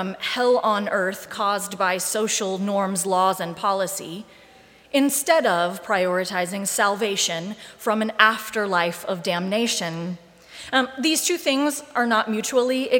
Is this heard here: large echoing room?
yes